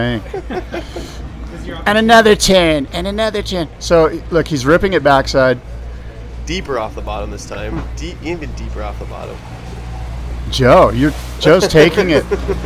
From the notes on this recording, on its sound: Live from Surf Ranch! Report live from the Surf Ranch Pro.